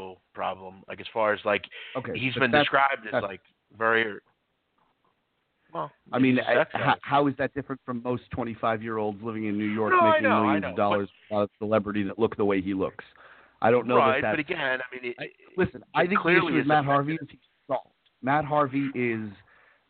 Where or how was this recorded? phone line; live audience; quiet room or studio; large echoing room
phone line